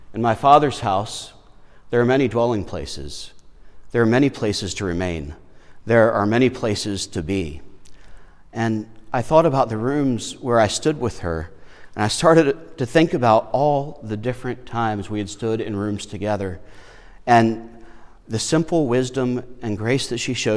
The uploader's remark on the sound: Lutheran Church of Our Redeemer, Foxboro.